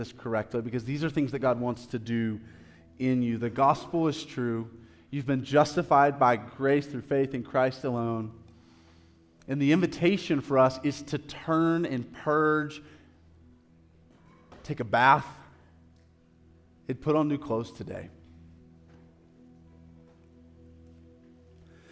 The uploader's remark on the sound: live recorded sermon from the Sunday gathering at The Heights Church Denver